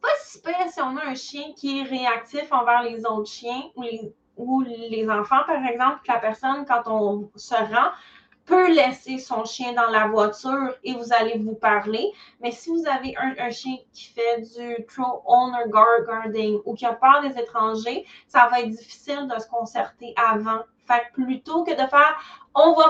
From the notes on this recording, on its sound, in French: cet épisode est issu d'un webinaire en direct que j'ai donné dans mon groupe